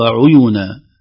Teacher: ننتبه لضم العين، البعض يكسرها عيونا وهي لغير حفص، بعض القراء يكسرونها، والبعض يسكنها يقول وفجرنا الأرض عيونا وهي ليست مقروء بها.